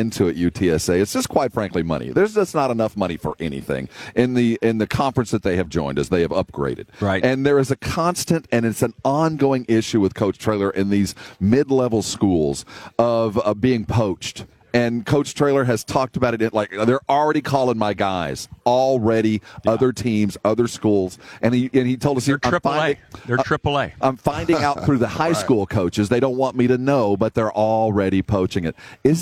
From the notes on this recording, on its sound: Live from Radio Row in Boston for Army-Navy.